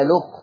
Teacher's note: تعالوا نشوف نفس الآية الأخت، طبعا هو حفص يقرأ بالتحقيق الأخت، فيقرأ بنقل الهمزة حركة الهمزة ويوديها للام فتبقى اللام مضمومة، تقرأ الأخت. · Term: النقل